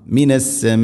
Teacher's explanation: മദ് മുത്തസിൽ നിർബന്ധമായിട്ടും കൂടെ നാലോ അഞ്ചോ ഹർക്കത്തിൻ്റെ കതിറിൽ നീട്ടണം